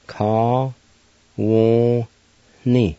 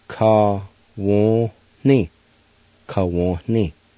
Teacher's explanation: at the very end, there's an H sound right between the O and the N.